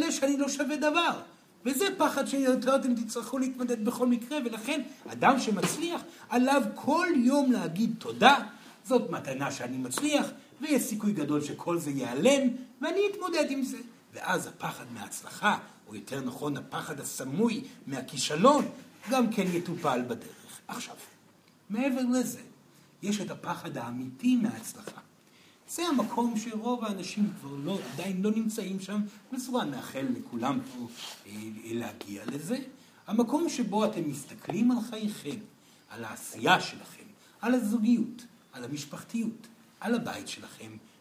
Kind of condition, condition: setting, live audience